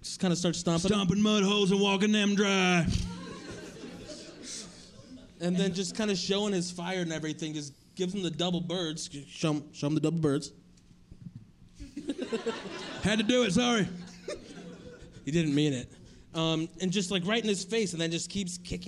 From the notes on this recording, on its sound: This is our first ever live show from Storyfort during Treefort Music Fest 2019!